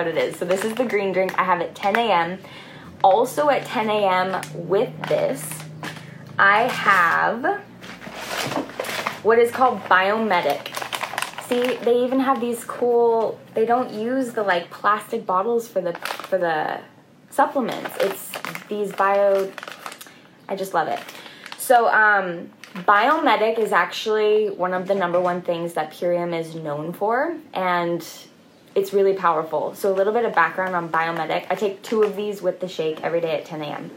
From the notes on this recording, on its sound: This episode is audio from an IG Live.